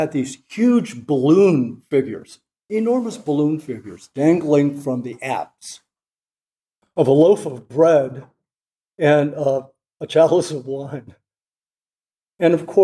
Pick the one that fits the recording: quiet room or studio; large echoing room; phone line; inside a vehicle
large echoing room